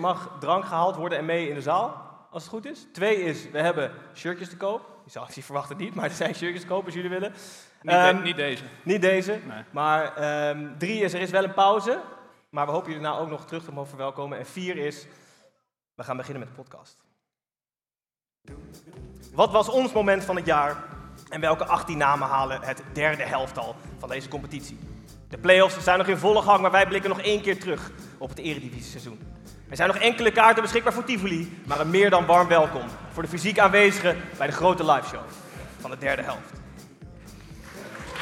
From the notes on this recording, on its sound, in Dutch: En dit gebeurt allemaal live vanuit theater Tivoli, voor een uitzinnige menigte.